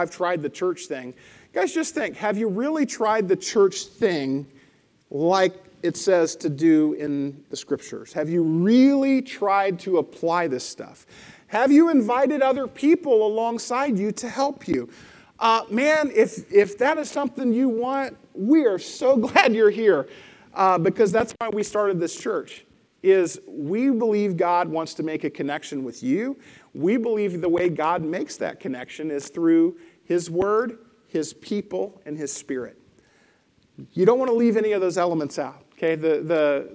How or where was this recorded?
large echoing room